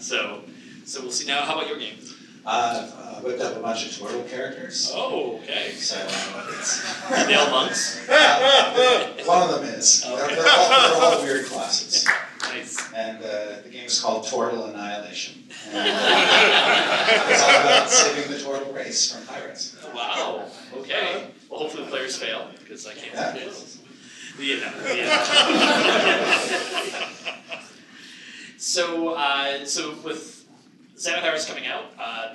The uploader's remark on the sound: A panel discussion. Recorded at Gamehole Con 2017.